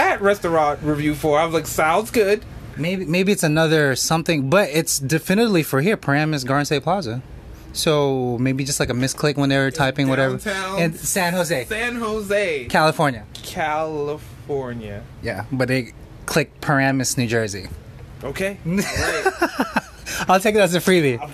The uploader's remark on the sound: Live in the restaurant.